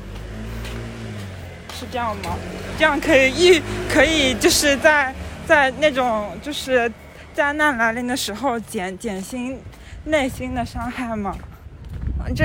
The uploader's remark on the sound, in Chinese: 因为是散步录音，所以过程中会有一些环境杂音